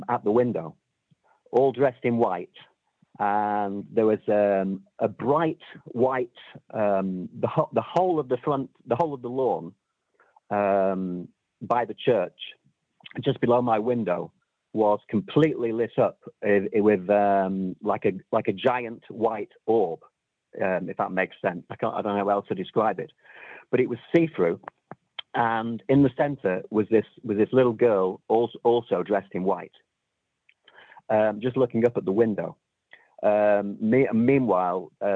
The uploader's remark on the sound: Halloween Phone-In Special! Listeners called in to share their personal experiences of ghosts, spirits and messages from beyond the grave.